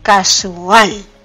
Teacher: se pronuncia con acento en la sílaba al.